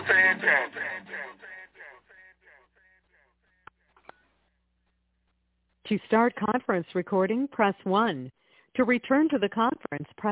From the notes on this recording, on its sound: TNTSuperfantastic Conference Call